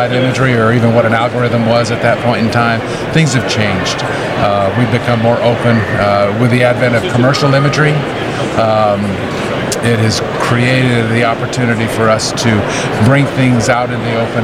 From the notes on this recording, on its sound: This podcast was recorded at GEOINT Symposium 2023 , hosted by the US Geospatial Intelligence Foundation, in St. This podcast was recorded at GEOINT Symposium 2023 , hosted by the US Geospatial Intelligence Foundation, in St.